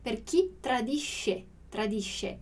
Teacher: o nosso som do SC aqui também, super interessante, que é o nosso som de X